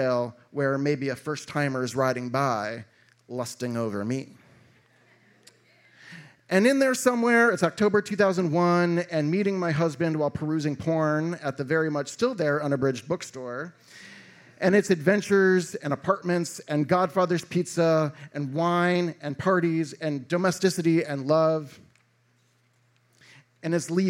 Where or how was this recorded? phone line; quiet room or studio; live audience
live audience